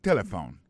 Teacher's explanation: l'accent tonique l'a tombé sous premier syllabe là. Si nous besoin de dire bien, c'est téléphone.